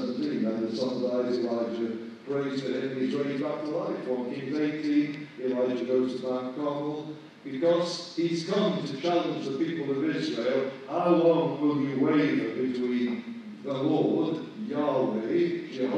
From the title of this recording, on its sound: poor recording quality